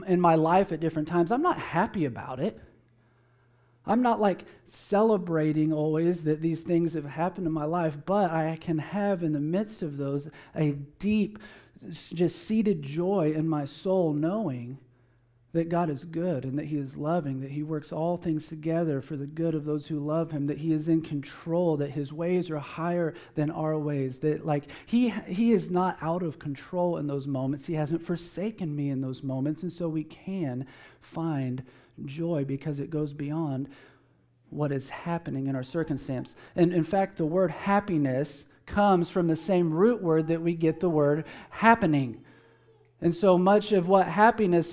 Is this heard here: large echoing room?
yes